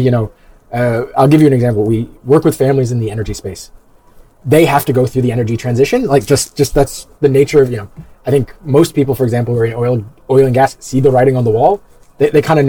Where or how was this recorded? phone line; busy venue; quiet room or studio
busy venue